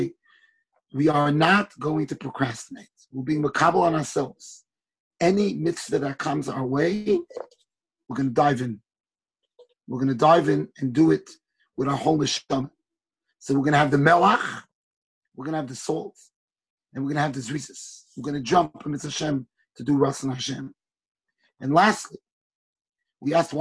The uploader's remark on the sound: Shiur recorded on Zoom conference.